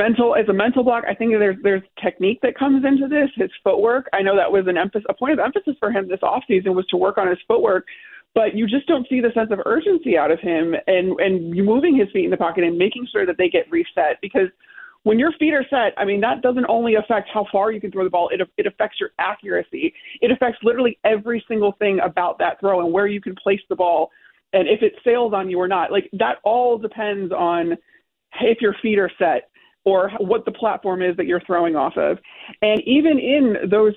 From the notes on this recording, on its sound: Opened up the phone lines to take Bears calls.